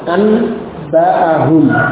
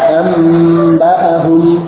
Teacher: Nun sukunnya diganti menjadi mim. · Shown in: second take · Naqra'uha, kita membacanya menjadi amba'ahum.